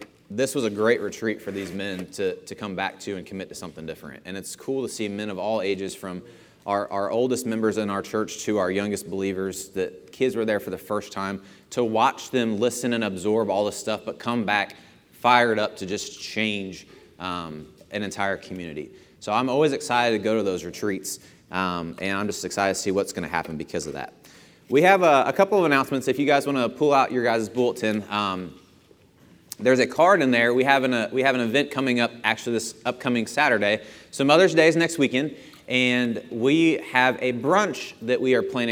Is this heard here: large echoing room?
yes